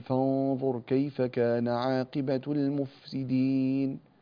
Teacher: الفاء هنا حرف رخو ولابد أن يعطى زمنه كاملا، فنقول فانظر كيف كان عاقبة المفسدين، ولا تأكل الفاء، لا تأكل زمن الرخاوة، فلا تقول المفسدين، لم أسمع زمن الرخاوة في الفاء، ننتبه إلى ذلك إن شاء الله تعالى.